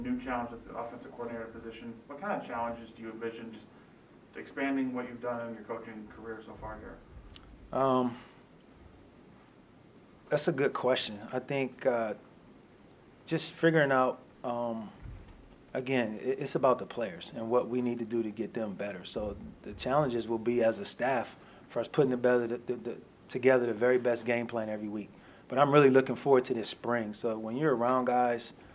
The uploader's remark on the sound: airing the full press conference